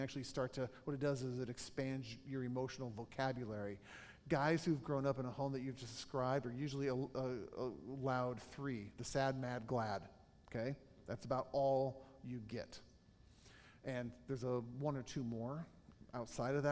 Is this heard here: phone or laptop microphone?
no